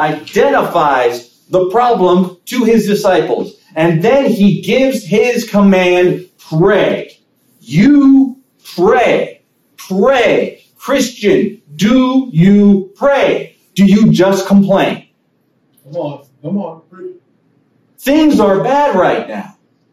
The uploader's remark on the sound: Sermon preached on January 8, 2023 at Living Water United Brethren in Christ Church in Winchester, VA